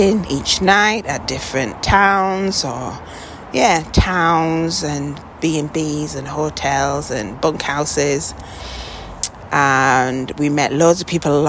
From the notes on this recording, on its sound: Is recoding this episode out on location while walking The West Highland Way. A 96 mile hike from the lowlands to the highlands of Scotland. Talking through the wind and rain.